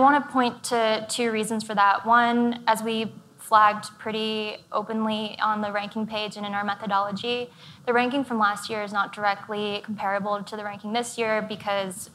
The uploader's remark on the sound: We’re bringing you a special live conversation from the FT’s Investing in America conference in Miami.